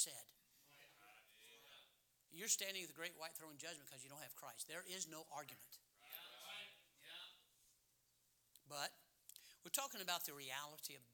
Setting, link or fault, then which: setting, large echoing room